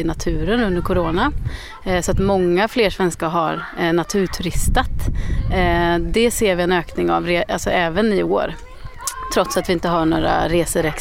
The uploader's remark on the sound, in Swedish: Live från Kosterhavets nationalpark